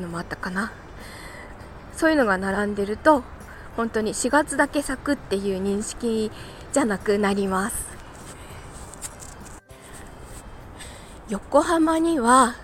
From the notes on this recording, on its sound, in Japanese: なんだか、雑音入ってます